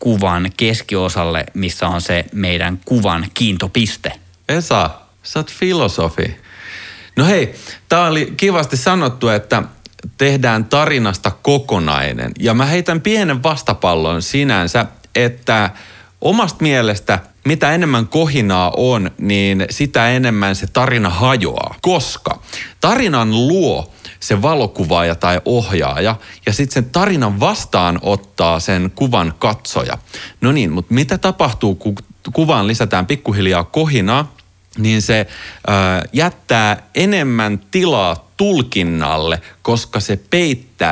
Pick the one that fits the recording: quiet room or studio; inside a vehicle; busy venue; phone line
quiet room or studio